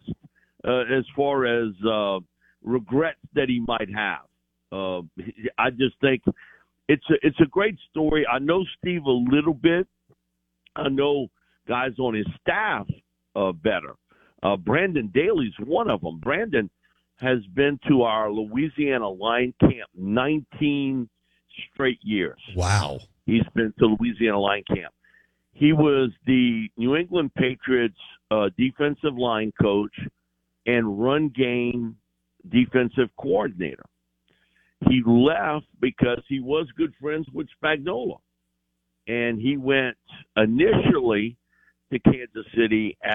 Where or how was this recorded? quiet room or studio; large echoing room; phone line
phone line